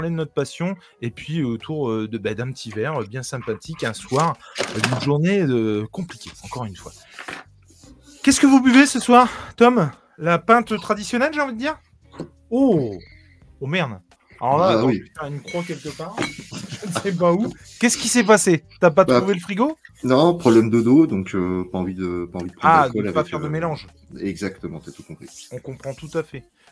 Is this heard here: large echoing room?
no